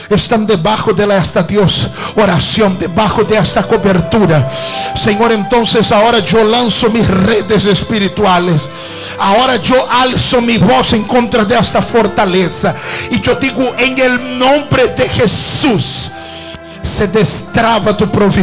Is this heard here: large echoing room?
yes